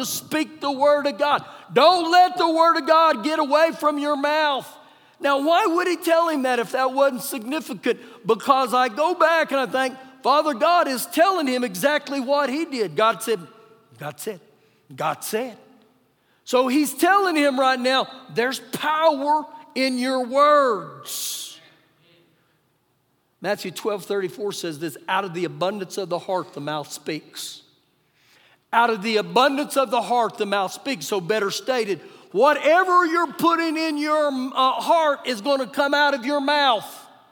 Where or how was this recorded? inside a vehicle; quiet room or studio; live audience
live audience